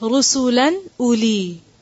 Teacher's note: نون کی جو ساؤنڈ ہوگی ن، اس کو لمبا نہیں کھینچیں گے بلکہ اس کو ظاہر کریں گے. ٹھیک ہے، پرومیننٹ کریں گے.